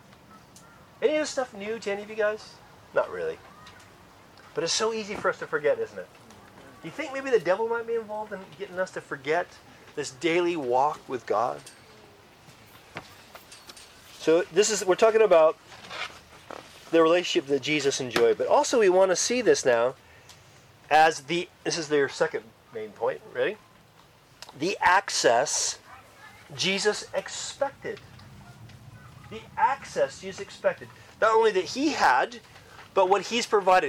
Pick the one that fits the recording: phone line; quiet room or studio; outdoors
outdoors